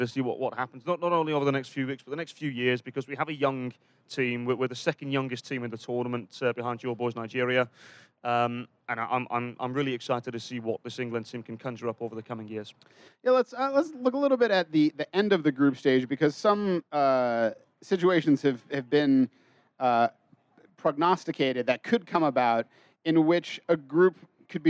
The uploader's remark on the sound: World Cup Action LIVE From Brit's Pub. Record a live Sound of the Loons podcast at Brit's Pub in downtown Minneapolis between World Cup Matches.